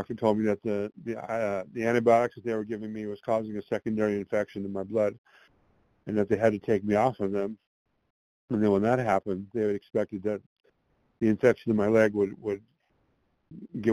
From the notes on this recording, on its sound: Qualification from the 100 Pounders Phone Meeting.